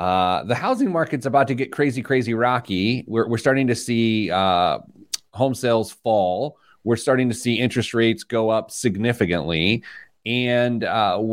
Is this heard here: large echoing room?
no